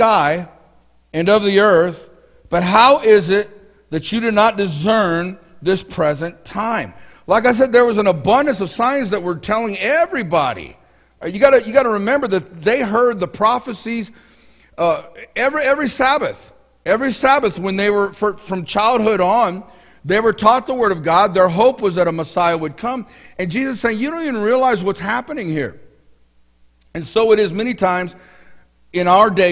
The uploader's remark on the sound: Mt. Zion Church Live!